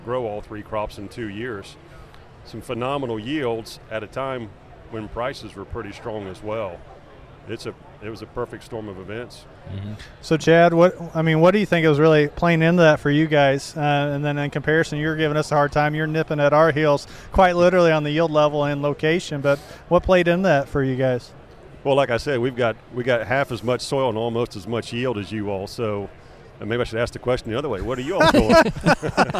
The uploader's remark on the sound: From Commodity classic in New Orleans, the new Purdue Crop Chat podcast comes from the trade show floor.